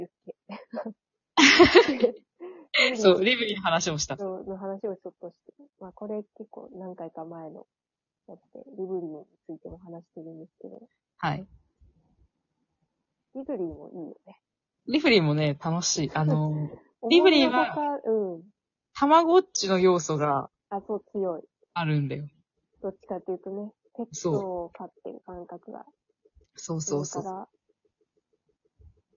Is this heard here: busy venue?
no